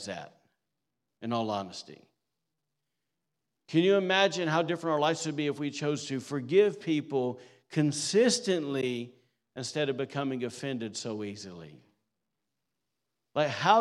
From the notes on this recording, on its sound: recorded on Sunday, December 3rd, 2023, during service at The Anchor Church in Rockport, Maine